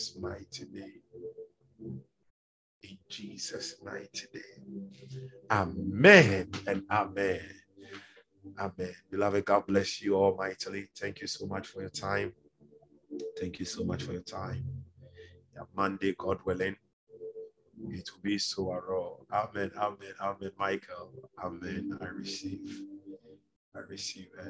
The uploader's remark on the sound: Refill (Zoom meeting).